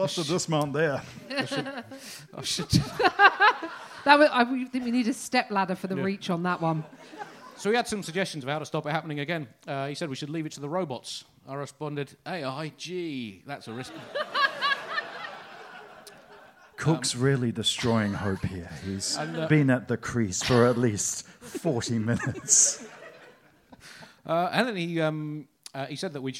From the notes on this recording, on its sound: Recorded live at The Leicester Square Theatre.